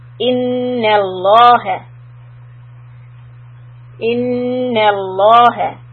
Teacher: In the lafz jalala, in the name of Allah. So here the lam will be heavy.